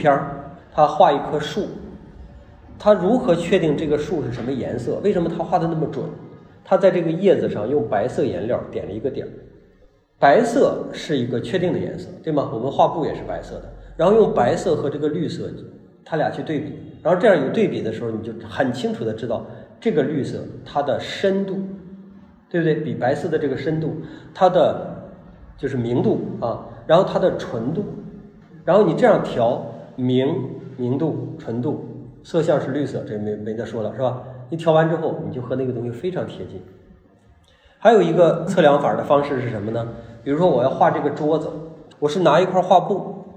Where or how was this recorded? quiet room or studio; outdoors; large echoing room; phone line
large echoing room